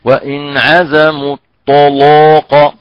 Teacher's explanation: هنا تغليظ يعني تغليظ اللام، تفخيم الطاء وتفخيم القاف